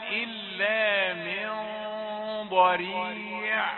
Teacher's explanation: من نون ساكنة فيها الغنة، غنة ماذا؟ غنة إخفاء